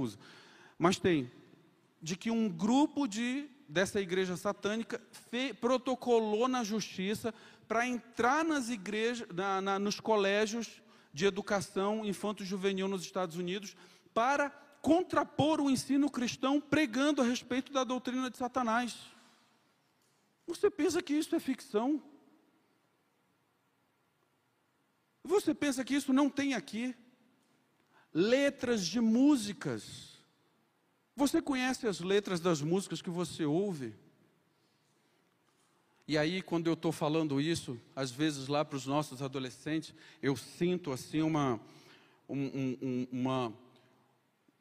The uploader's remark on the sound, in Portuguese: Conferência Missionária 2023 da Igreja Presbiteriana da Penha. Culto AO VIVO Igreja Presbiteriana da Penha. Rua Major Rudge, 145, Penha - São Paulo.